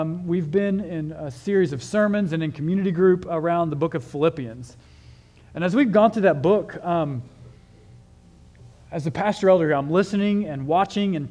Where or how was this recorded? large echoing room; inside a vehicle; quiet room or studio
large echoing room